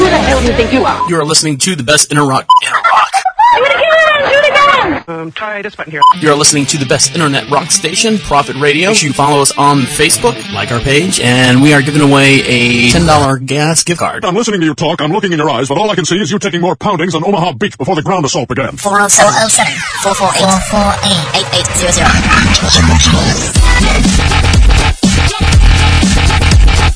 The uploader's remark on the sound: Live voice calls made on the website